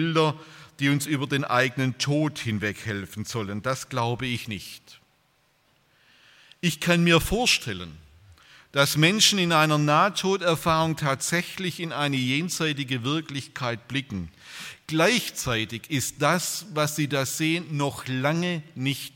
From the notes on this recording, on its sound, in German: bei einer Veranstaltung der Liebenzeller Mission